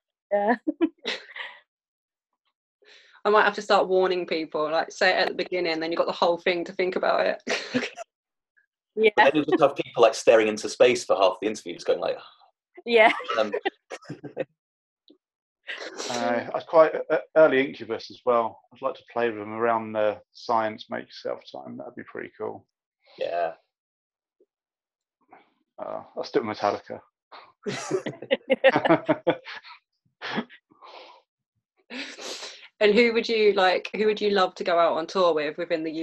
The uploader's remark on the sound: I sat down over Zoom